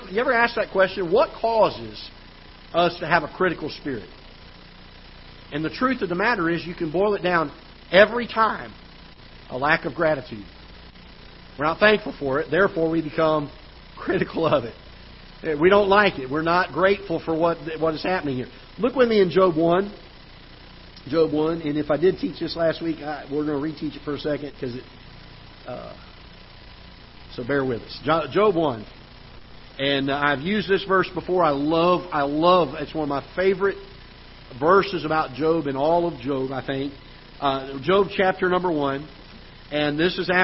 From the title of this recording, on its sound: Ketha Heights Baptist Church ~ Live Broadcast